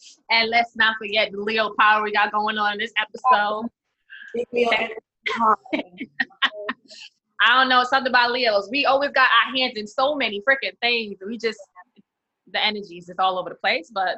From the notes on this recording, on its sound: Please excuse the sound quality